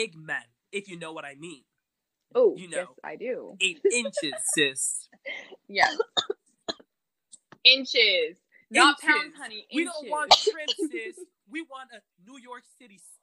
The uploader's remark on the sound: this weeks episode was recorded virtually due to the virus outbreak, so sorry about the delayed audio and some of the glitching